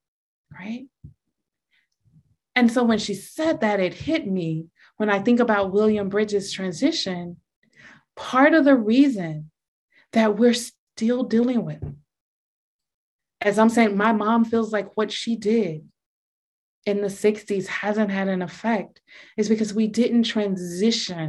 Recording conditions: video call